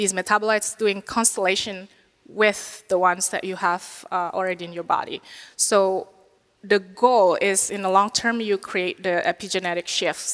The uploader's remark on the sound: LIVE from the 9th annual Biohacking Conference in Orlando Florida.